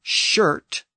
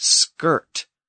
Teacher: And when the Vikings arrived, Old Norse reintroduced that SK sound, sk. So English had the word shirt, pronounced in the front of the mouth, whereas the Vikings had the word skirt, pronounced more in the back of the throat.